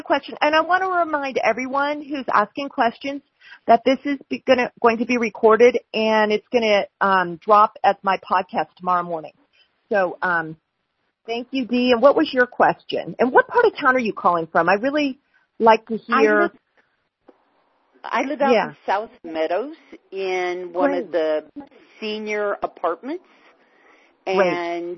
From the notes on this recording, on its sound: LIVE: Reno Telephone Townhall. A telephone townhall with nearly 3,000 attendees calling in to have their questions answered and their concerns heard.